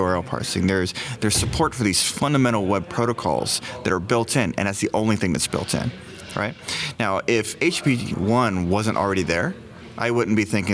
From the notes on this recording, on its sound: In this special episode recorded at Node Interactive 2016 in Austin, TX.